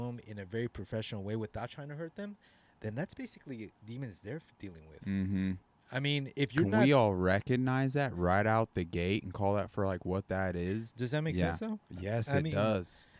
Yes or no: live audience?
no